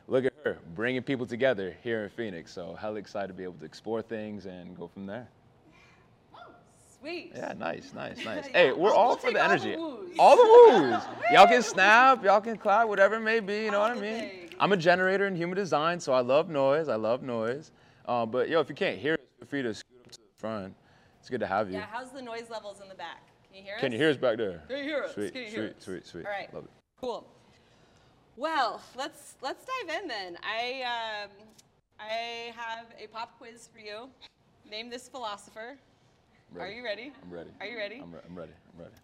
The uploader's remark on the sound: This podcast was shot as a special event in front of a live audience in collaboration with Make One Day Happen.